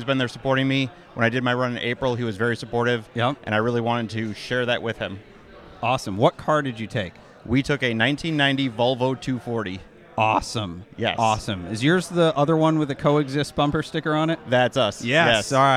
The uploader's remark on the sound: live from the Portofino, at the finish of a Cannonball!